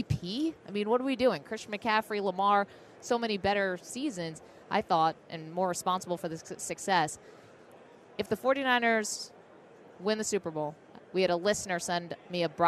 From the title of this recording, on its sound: LIVE from Radio Row